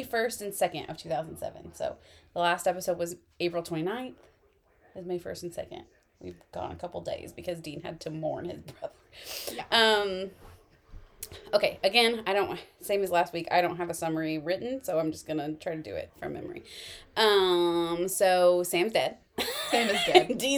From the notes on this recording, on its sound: Sorry about the noise in the background. Parents gonna do what parents gonna do.